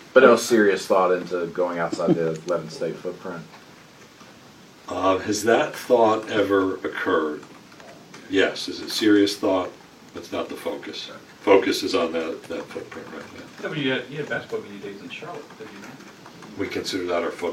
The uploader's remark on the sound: Press Conference Day 2 (5.29.19)